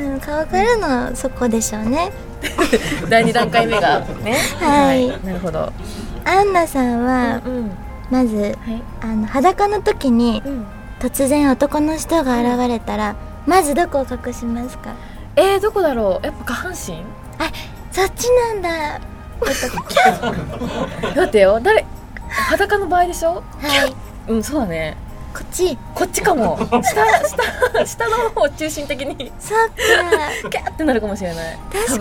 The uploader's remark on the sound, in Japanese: 番組初となる公開収録です